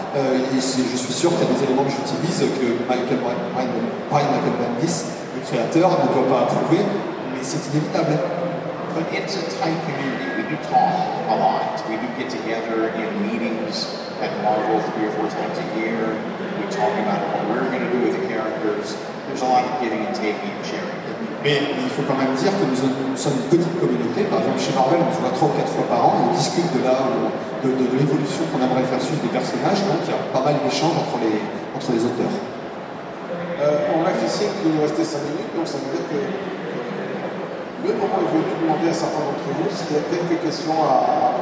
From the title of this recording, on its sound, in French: Conférence TGS 2017